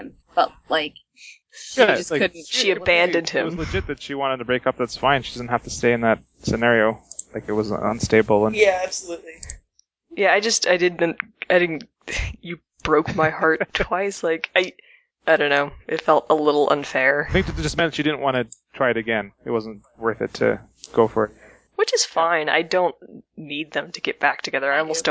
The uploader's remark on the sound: The audio was reclaimed from several records, apologies for the varying quality.